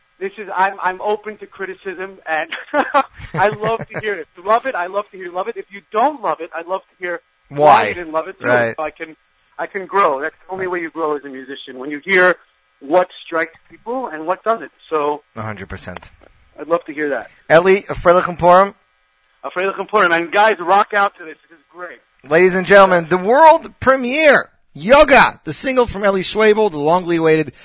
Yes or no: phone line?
yes